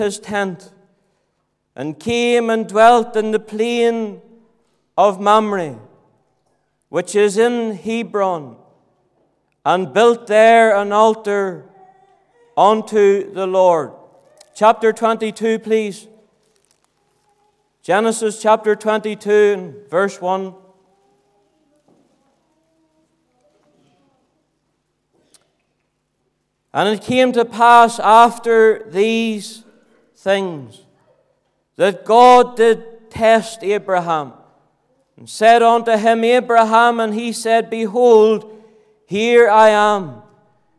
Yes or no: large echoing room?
yes